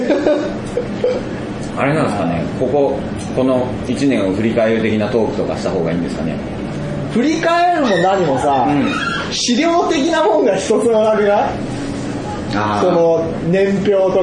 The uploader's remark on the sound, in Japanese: ポッドキャスト1周年を記念して開催された公開録音第1部。おなじみのゲストがカラオケ大熱唱！